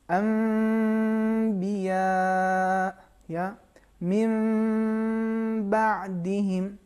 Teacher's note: حرف با اور حرف میم یہ دونوں ہونٹ سے ادا ہوتے ہیں، لہٰذا دونوں کا مخرج ایک ہے. · Term: اقلاب